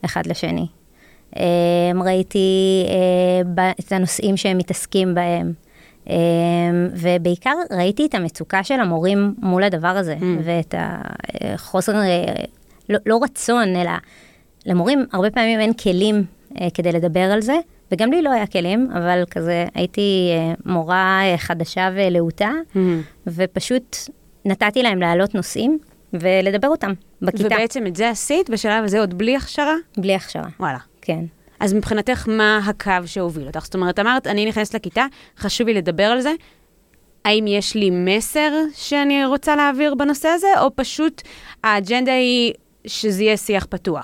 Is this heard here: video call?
no